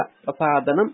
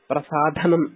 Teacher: अल्पप्राणः एव अत्र प्रसादनम् इत्येव, न तु प्रसाधनम् इति · Shown in: first take · । साधनशब्दः यदा उपकरण इत्यर्थं बोधयति तदा तु सः ढकारः, किन्तु अत्र विशरणाद्यर्थकः शदुलृ धातुः इत्यतः प्रसादनम् इत्येव शुद्धं रूपम्।